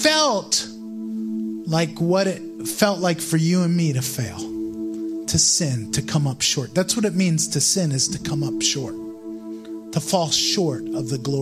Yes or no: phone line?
no